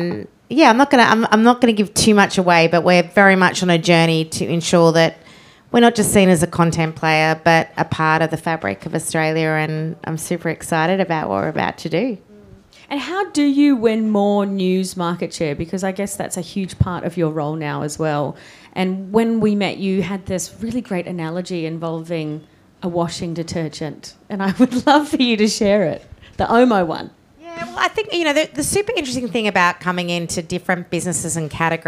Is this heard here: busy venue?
yes